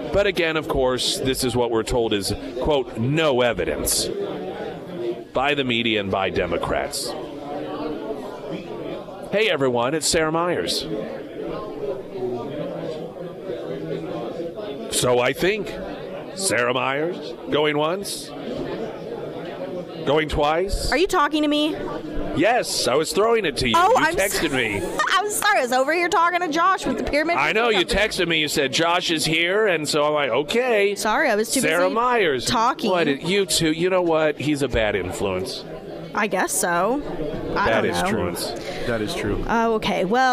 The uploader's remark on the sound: live at Scramblers Diner for Heroes Breakfast